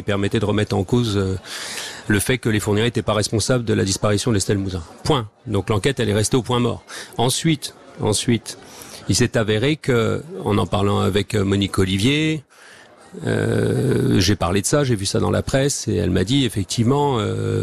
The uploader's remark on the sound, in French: En direct de la foire de Châlons-en-Champagne